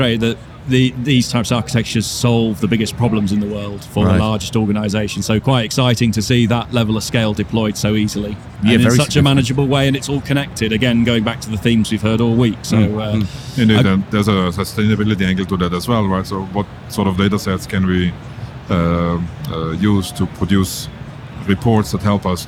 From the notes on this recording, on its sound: The team are at AWS re:Invent 2022 for our first live shows!